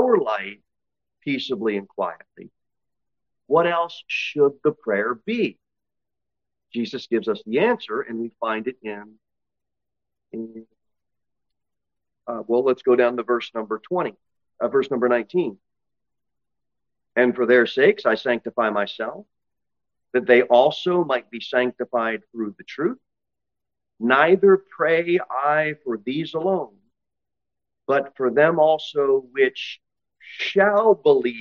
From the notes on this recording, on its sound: Sermon delivered at Pilgrim Baptist Church. Pilgrim Baptist Church, located at 229 W. Cookeville, TN 38501.